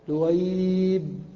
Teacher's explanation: والموضع الثاني أن يكون الحرف الأول حرفين والثاني حرفا مشددا، نحو الضالين، الساكن الأول الألف والساكن الثاني اللام المشددة، هذا جائز بالطراد، الضالين، مثل مدهامتان، وكقولهم دويبة، الياء ساكنة والباء الأولى من الباءين ساكنة، دويبة، فهذا حد التقاء الساكنين.